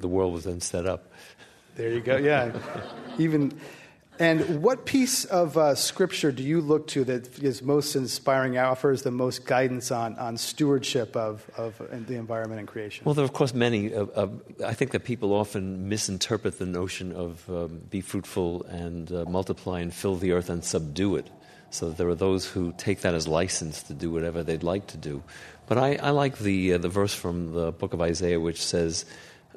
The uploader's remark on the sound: This program was recorded in front of a live audience at the Commonwealth Club of California on March 23, 2010.